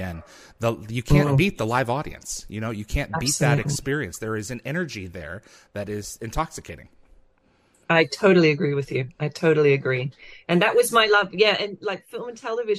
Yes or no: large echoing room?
no